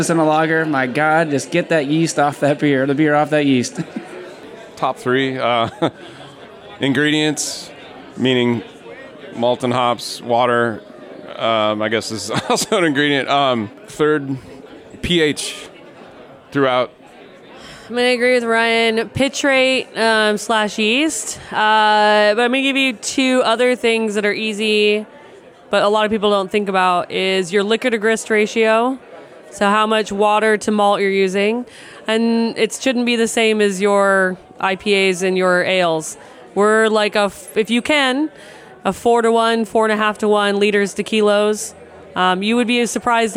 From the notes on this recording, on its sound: Recorded in front of a live audience late one night on the patio of Cerveza Fauna after a full day of judging for the Copa Baja beer festival in Mexicali, Mexico, in late 2023.